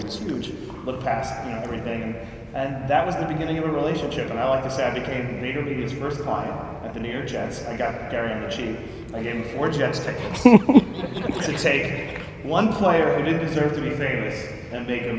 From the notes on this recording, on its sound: got the opportunity to answer Q&amp;A from the crowd!